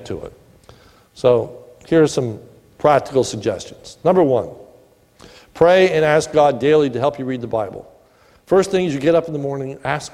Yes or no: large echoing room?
yes